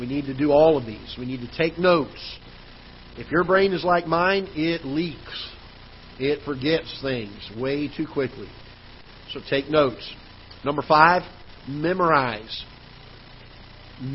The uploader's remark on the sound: Ketha Heights Baptist Church ~ Live Broadcast